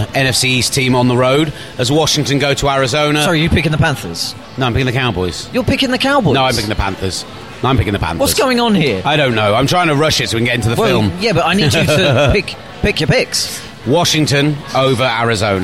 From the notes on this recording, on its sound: live from a random restaurant in South West London